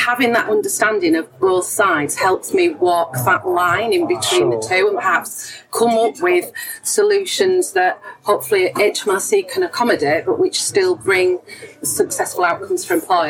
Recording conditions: background noise